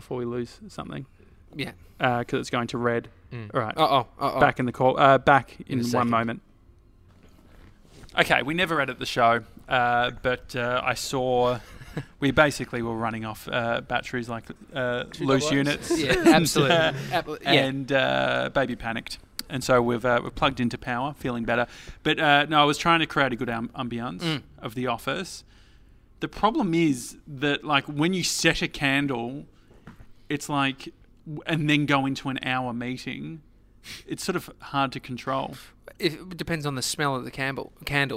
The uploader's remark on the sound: Today we're live from from The Deck in Geelong.